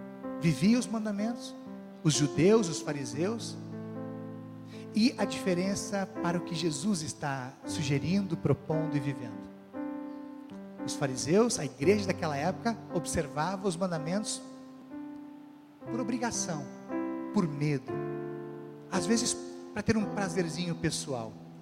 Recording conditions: large echoing room